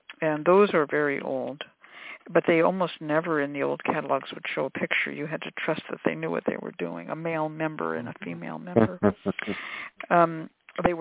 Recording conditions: phone line